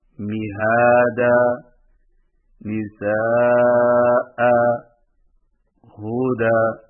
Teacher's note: ایک الف لمبا کر کے وقف کریں جب آخری حرف پر دو زبر کی تنوین ہو